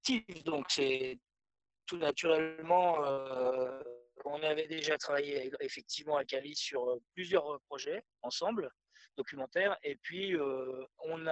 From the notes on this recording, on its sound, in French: Rendez-vous virtuel proposé sur Zoom par l'équipe de La Baleine.